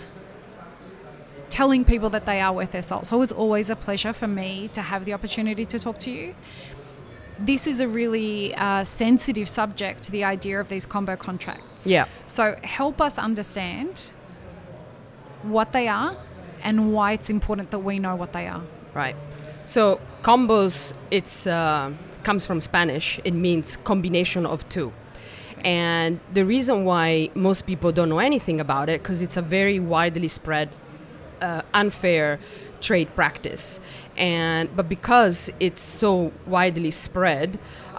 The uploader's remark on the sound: Map It Forward and DXB Live is proud to present a selection of podcast episodes that were live-streamed from the show floor at World of Coffee Dubai 2024.